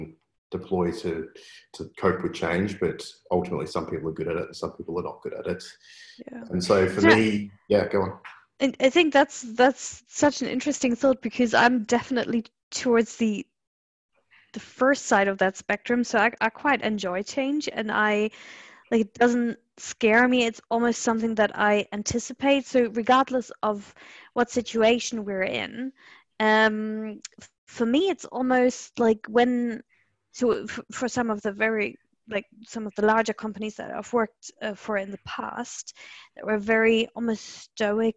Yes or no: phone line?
no